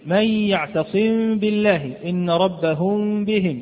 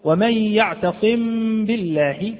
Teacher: ونلاحظ عدم إطباق الشفة على أو عدم إطباق الشفتين بالكلية، نلاحظ هنا عدم إطباق الشفتين عند النطق بالميم المخفاة، يوجد بينهما انفراجة خفيفة لأنها إخفاء · Shown in: first take · وإلا لو أننا أطبقنا الشفتين لكان إظهارا، لو أننا قلنا ومن يعتصم بالله ظهرت الميم واضحة جدا، وأظنكم سمعتموها. · Term: الإخفاء الشفوي